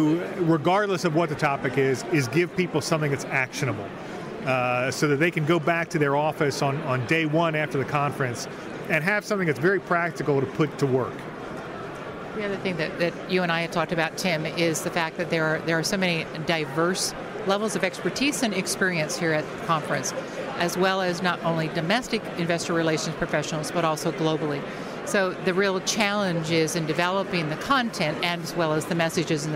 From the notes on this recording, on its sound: Interviews from NIRI's 2016 annual conference. Hear from organizers, speakers and attendees at the NIRI 2016 annual conference.